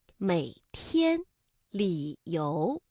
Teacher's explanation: 我们这 V 字不能完全降下去了，而是降到一半就可以了